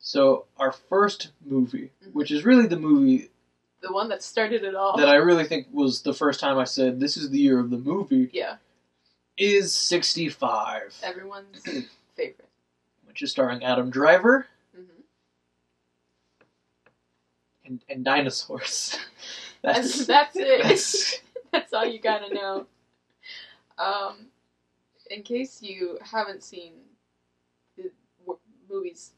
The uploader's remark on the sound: the audio in this one isn't great